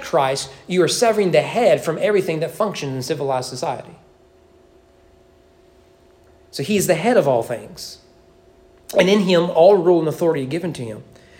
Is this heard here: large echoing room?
yes